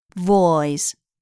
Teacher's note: 注意这里的辅音是 v，也就是上齿碰到下唇发出的声音，大家不要跟 w 的发音，我，也就是两唇相碰的发音混淆了。Voice— Go away, mister Wolf— said the three little pigs